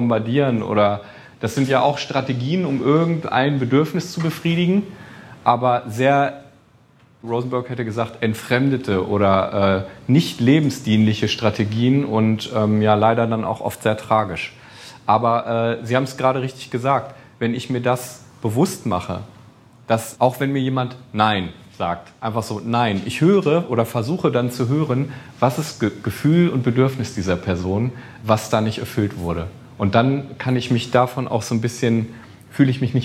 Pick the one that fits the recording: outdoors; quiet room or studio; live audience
live audience